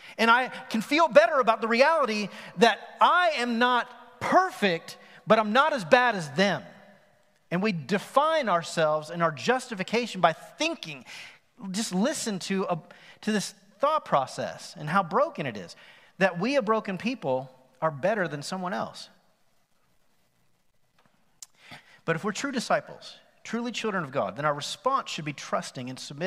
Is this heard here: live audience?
yes